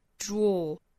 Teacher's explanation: best out of children.那我们需要注意 draw 这个单词的发音，不要发成了 draw。首先要注意前面两个辅音连缀，d 和 r，dr，dr，dr，再加后面的元音 draw。英音的话口型更聚拢、更小、更紧哈